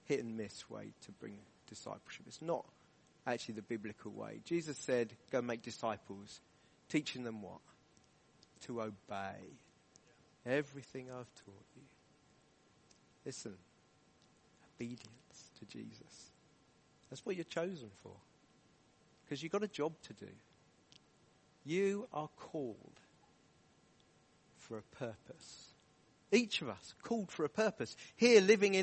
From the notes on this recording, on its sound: From the Deeper conference at Emmanuel Church Durham on Saturday 25th February, 2023.